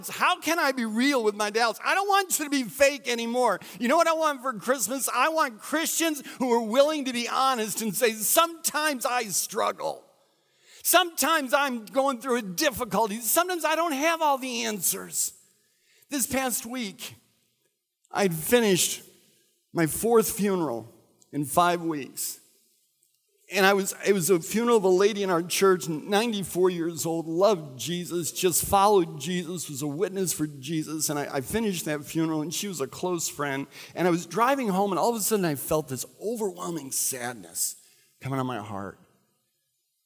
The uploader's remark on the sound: recorded at Central: A Christ-Centered Church